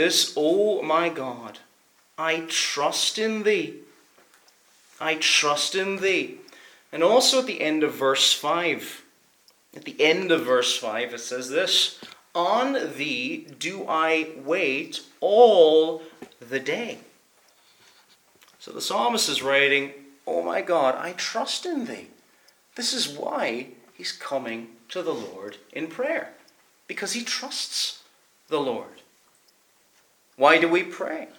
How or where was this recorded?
large echoing room